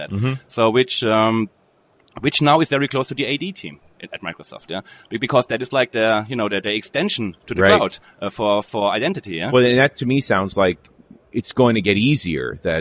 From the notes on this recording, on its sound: While at the Norwegian Developers Conference in Oslo